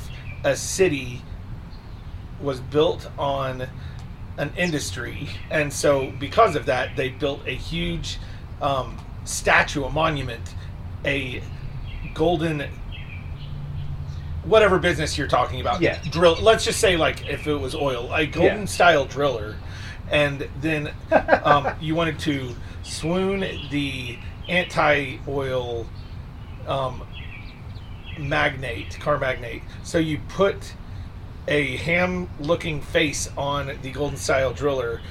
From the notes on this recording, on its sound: It’s another patio episode as we continue to stay socially distant so we apologize for the audio!